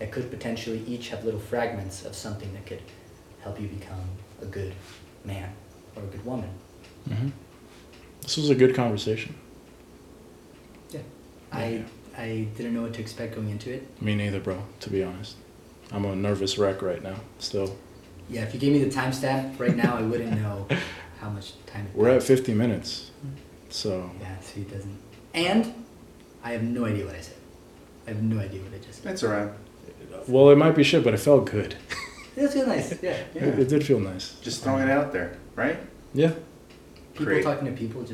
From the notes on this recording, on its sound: To the steady beat of a distant ceiling fan. The day was hot. Forgot to keep ambient noises at a minimum during recording.